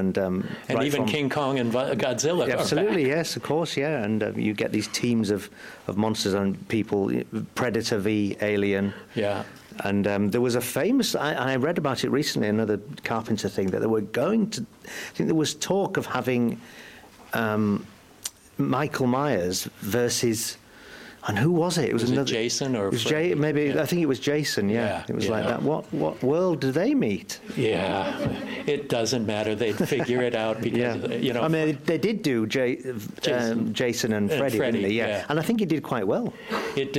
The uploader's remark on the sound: LIVE at Grimmfest. LIVE from Manchester England's Grimmfest.